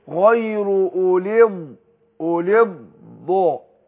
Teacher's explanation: يبقى أنا فخمت الراء الأولى وبعدين رحت مرقق التانية